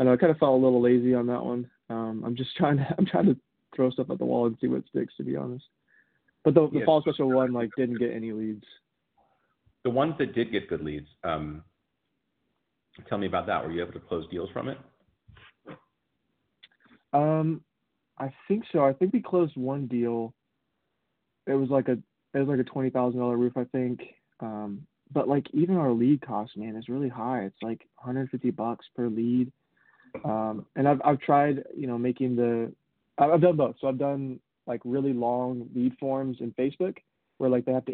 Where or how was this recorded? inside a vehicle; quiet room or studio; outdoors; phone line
phone line